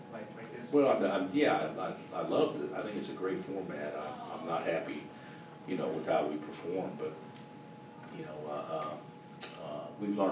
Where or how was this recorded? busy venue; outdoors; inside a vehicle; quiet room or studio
busy venue